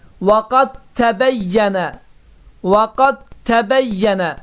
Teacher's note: Yəni, formaca müxtəlif, lakin məxrəc etibarilə eyni olan hərflərin bir-birinə rast gəlməsi zamanı yaranan idğam növü burada baş verəcəkdir ki, birinci hərif, yəni qadr sözündə olan dəl itəcəkdir, təbəyyənə sözündə olan tə isə qoşalaşacaqdır · Term: idğam mütəcənisəyin